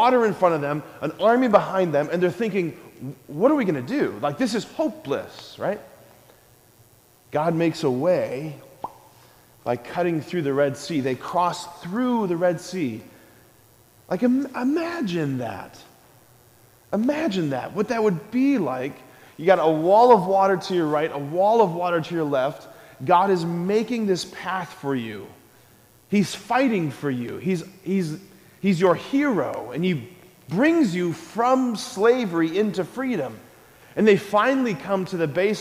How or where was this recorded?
large echoing room